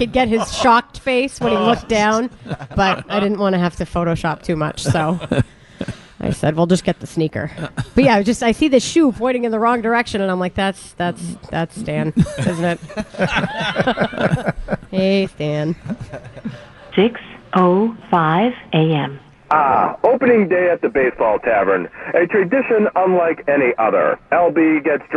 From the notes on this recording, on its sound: Opening Day At The Baseball Tavern. It’s never a dull moment during the live broadcast on opening day.